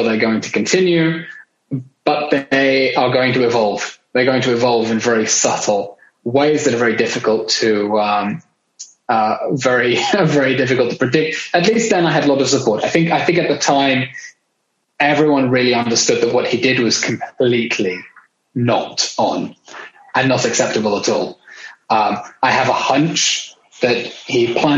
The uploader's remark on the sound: international Zoom session